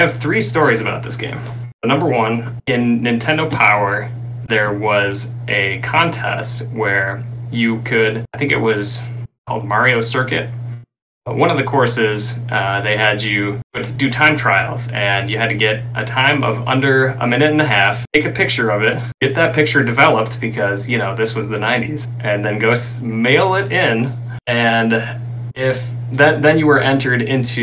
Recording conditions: poor sound quality